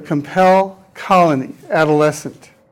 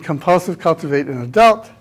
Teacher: But in compulsive, cultivate, and adult, that's the vowel is followed by two consonants, and in that case, the L exerts an influence on the vowel. It pulls back the pronunciation of the vowel · Shown in: second take · Term: L coloring